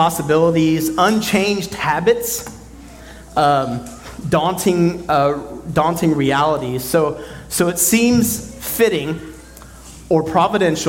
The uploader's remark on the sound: at Redemption Hill Church on Sunday, December 31st, 2023